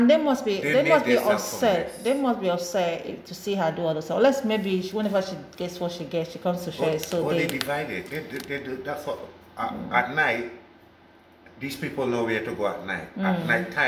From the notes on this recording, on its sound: This was an impromptu recording so has some background interruptions due to everyday living that could not be helped.